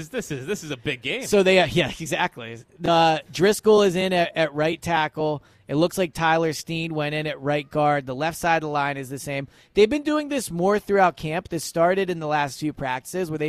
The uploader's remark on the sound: Eagles Open Practice Live Reaction. Live at Lincoln Financial Field, reacting to the Eagles only open practice of the season.